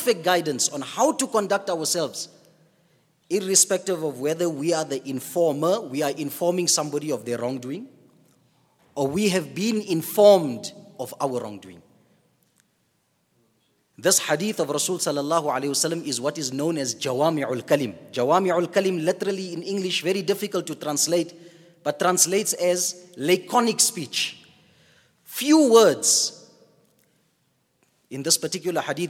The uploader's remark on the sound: at the Houghton Masjid (West Street)